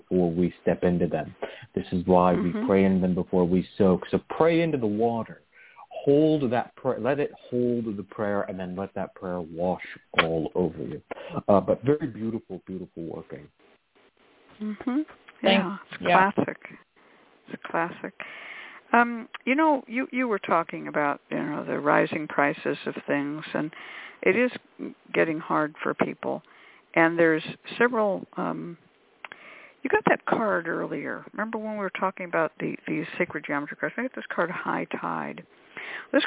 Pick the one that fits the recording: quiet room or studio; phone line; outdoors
phone line